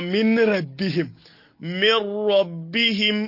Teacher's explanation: nunun ta shiga cikin ra'un ta bace to wannan shi a idgham bi ghairi gunna kaka namaka Allah